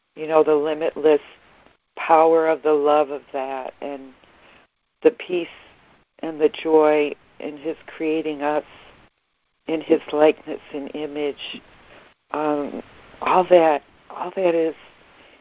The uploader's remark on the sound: ACIM Daily Conference Call